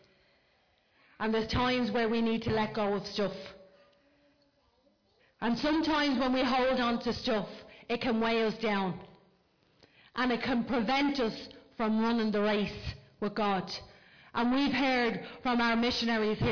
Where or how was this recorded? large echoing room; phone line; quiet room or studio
large echoing room